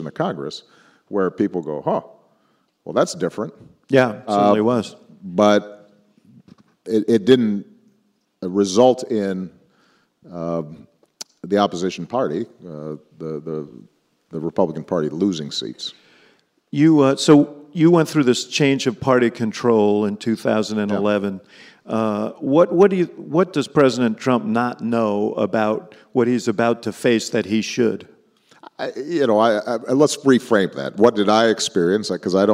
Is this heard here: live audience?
yes